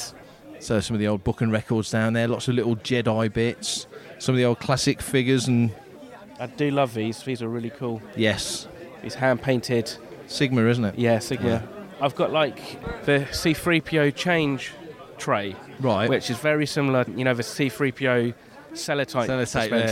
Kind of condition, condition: setting, busy venue